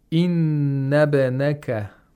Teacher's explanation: Because it's in the middle of the utterance, it's not pronounced. And also the ba has a sukoon. So you have to pronounce it with qalqala.